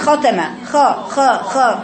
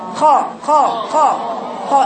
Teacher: استعلاء يا أقصى لساني لازم يكون مرفوع · Shown in: second take